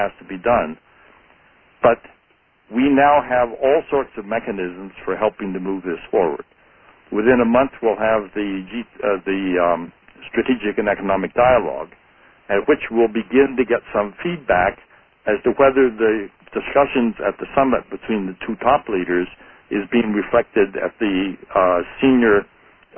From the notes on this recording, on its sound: Conference call on June 13, 2013. In a National Committee on U.S.-China Relations conference call.